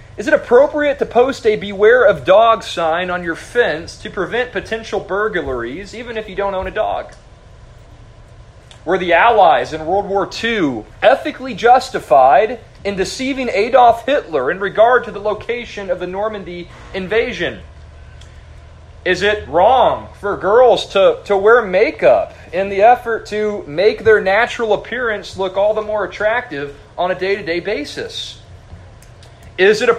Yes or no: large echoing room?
yes